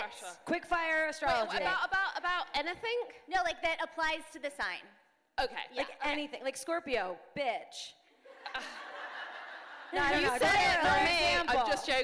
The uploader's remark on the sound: Join the packed crowd. Special episode recorded live at Wanderlust Hollywood!